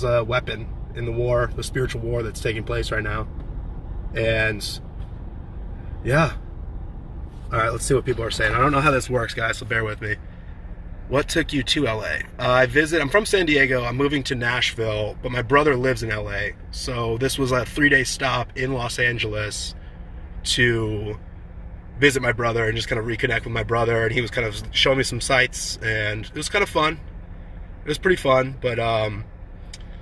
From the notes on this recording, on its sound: from my car